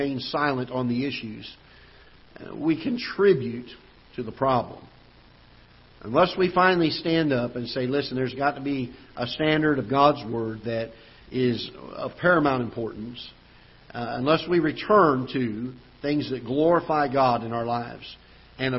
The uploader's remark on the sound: Ketha Heights Baptist Church ~ Live Broadcast